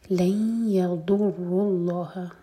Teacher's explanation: ضاد ہیوی، رو ہیوی، لام جلالہ ہیوی